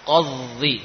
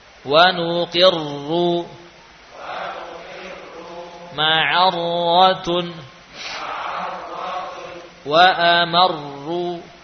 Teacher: Karena huruf ra diusahakan tetap ada getaran sekali, ya · Shown in: second take · Term: tasydid pada ra